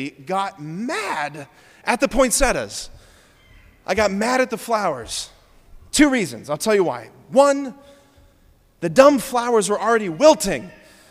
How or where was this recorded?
large echoing room